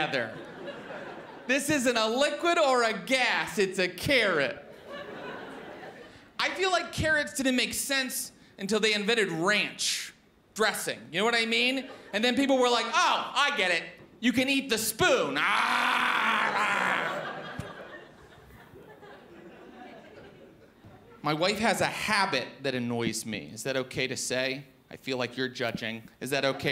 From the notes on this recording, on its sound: Melbourne International Comedy Festival's Comedy Up Late. Recorded at the home of the Festival Club, Max Watt’s for ABCTV.